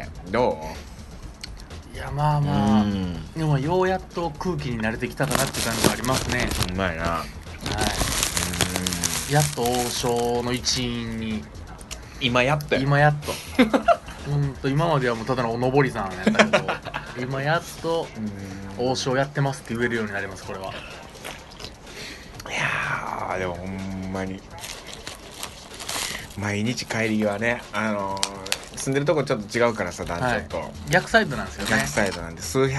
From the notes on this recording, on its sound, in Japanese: お花見しながら！稽古後にお花見しながらの収録です。